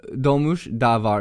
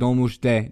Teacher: Notice that this can be de or da, according to vowel harmony. Here it's da because it matches with the u in dolmuş. That u is a back vowel. · Shown in: first take · So we use the back form of da.